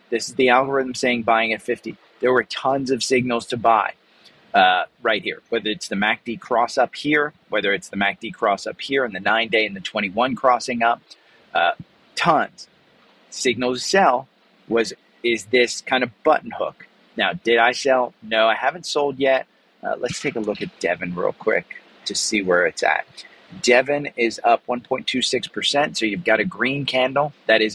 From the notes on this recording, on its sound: I'm recording today live from inside AT&T Stadium in Dallas - the home of the Dallas Cowboys.